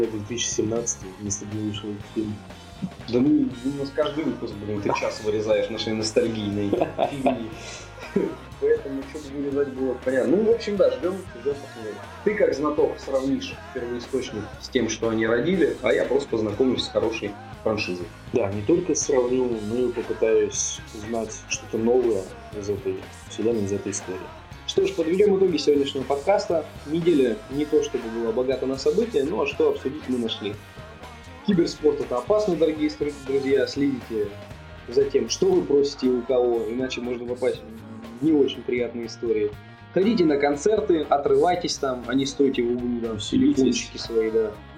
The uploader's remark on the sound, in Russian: Заранее просим прошения за качество записи в данном подкасте. Мы случайно записывали в стереорежиме, при том, что микрофон его не поддерживал.